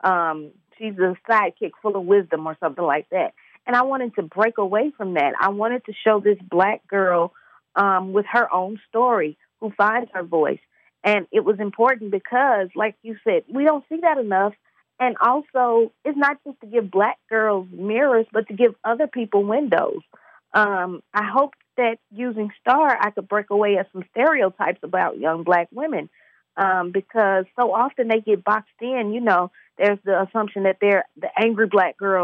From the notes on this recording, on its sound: via phone line